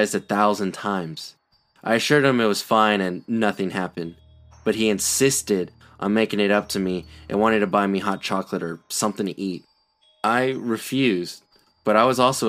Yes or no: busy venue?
no